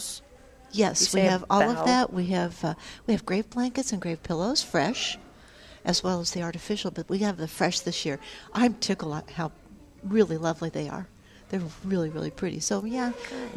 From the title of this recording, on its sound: Live at Prairie Gardens